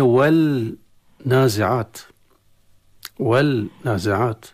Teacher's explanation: والنازعات، كلمة والنازعات اللام التعريف أدغم في النون يصل والنازعات، والنازعات لا مدغم في النون، فأصبحت النون مشددة، فإذا هذه النون المشددة هي نتيجة إدغام. والنون المشددة كما يعلم الجميع حكمها الغنة بمقدار حركتين